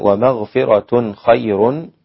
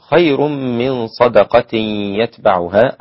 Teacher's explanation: أخفى التنوين في الخاء الإمام أبو جعفر